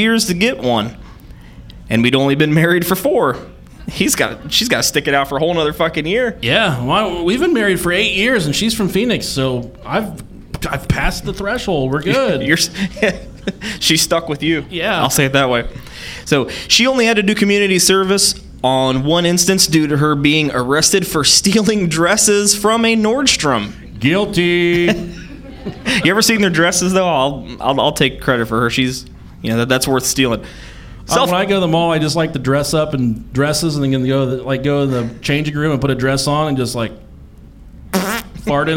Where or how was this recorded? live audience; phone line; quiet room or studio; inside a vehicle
live audience